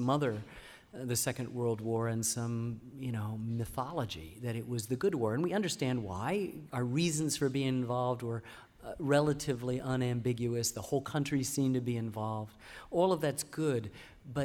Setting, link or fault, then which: setting, live audience